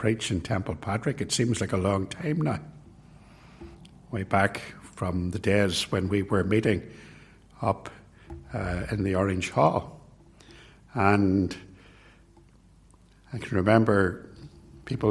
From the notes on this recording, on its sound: It was recorded at Templepatrick